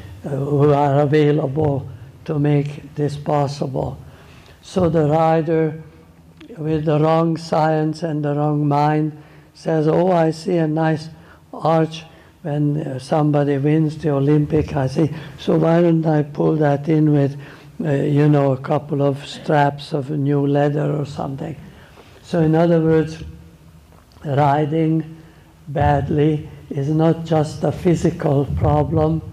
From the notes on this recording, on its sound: Clip from a lecture he gave during a clinic at JJ Tate’s Blue Ridge Farm.